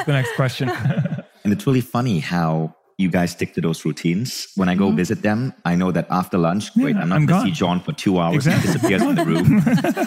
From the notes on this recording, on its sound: 3-way panel discussion live from Mindvalley's A-Fest stage in Bali